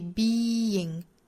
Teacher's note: 这四个元音有三个都是紧张音的 E 的发音， Being 后面的 ing 应该是松口的一个 E 的音，所以是 in 但是前面是紧音，所以 being 口型有紧到松这样的过渡。而后面这个词 deeply 这两个音都是紧音，所以读的时候不要有过渡，应该是同样紧张的 deeply 口型是一样的。